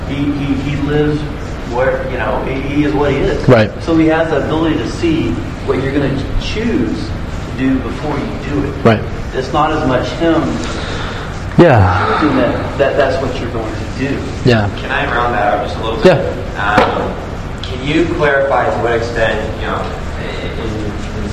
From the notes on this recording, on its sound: This was a live Q&A done at City of God